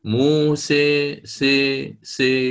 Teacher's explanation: طيب لو أنا أردت الآن التقليل يعني سأنحو بهذه السين المفتوحة إلى الكسرة، وهذه الألف التي تتلو السين المفتوحة سأنحو بها إلى الياء